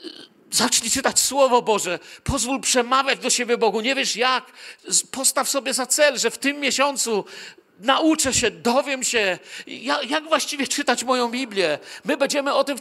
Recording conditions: large echoing room